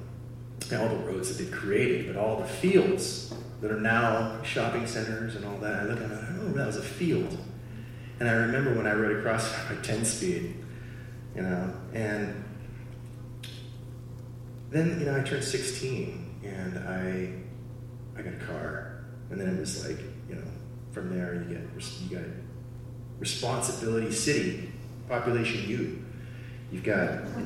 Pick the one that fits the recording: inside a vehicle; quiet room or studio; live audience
live audience